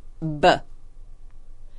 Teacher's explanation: Ako vam je teško da zamislite kako bi jedan takav samoglasnik mogao da zvuči, izgovorite na primjer suglasnik b. Sve ono što sledi za praskom na usnama jeste upravo poluglasnička vrednost a. To je upravo isti onaj glas koji izgovaramo kada oklevamo, kada se prisjećamo nečega ili smišljamo šta ćemo sljedeće reći, pa kupujemo vrijeme. · Term: poluglasnik